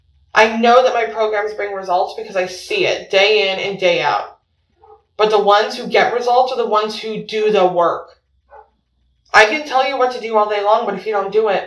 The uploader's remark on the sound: there is a bit of an audio issue and I apologize.